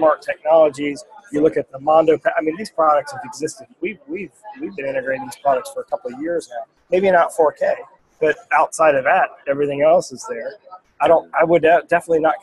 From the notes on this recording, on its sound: live from the ISE show